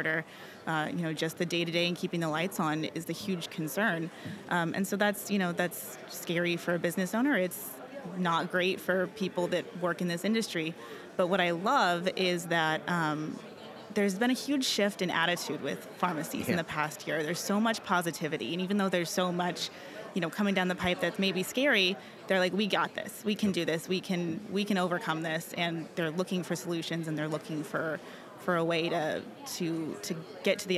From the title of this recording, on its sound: DiversifyRx Profit Summit LIVE